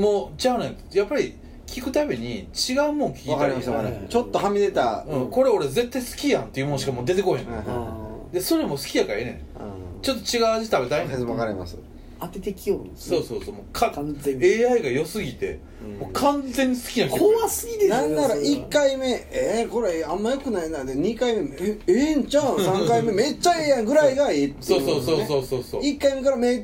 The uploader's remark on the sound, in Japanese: 神戸、SPACE DOG!RECORD(お店)より。